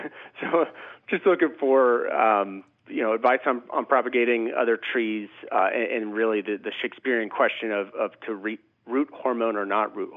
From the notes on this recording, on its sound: your fabulous phone calls!